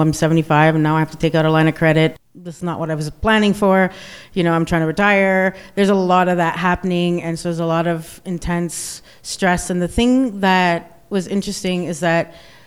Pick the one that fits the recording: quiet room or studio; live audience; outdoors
live audience